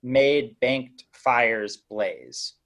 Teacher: it's these four words that are all like stressed words